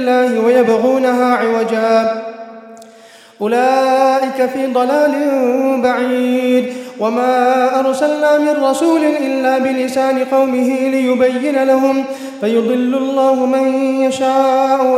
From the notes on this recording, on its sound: 12th Night Taraweeh 2018/1439 at the Houghton Masjid (West Street), Johannesburg, South Africa Ramadan 2018